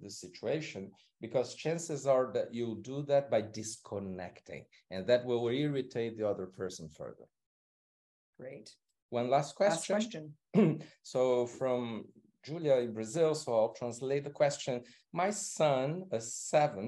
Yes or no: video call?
yes